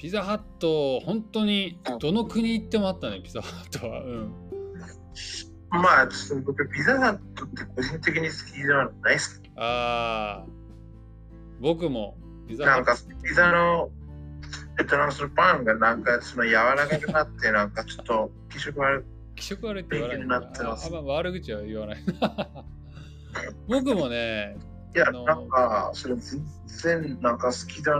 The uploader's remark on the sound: This session is on Discord. Please understand that the audio is a little bad.